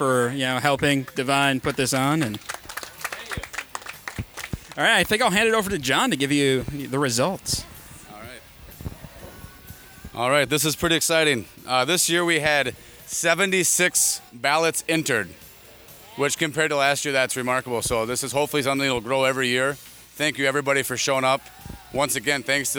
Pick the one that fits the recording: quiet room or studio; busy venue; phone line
busy venue